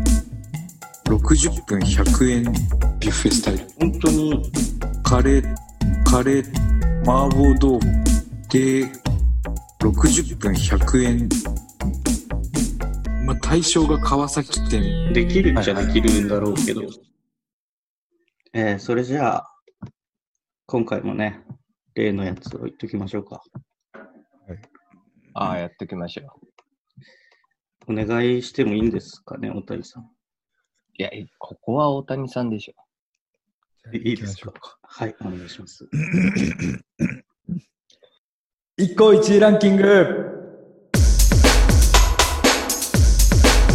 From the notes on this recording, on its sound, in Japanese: 収録地：それぞれの家（ZOOM収録）